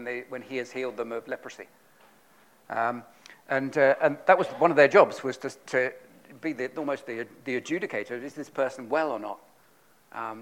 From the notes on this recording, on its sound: on 30th October 2022 at King's Church, Cockermouth, as an audio file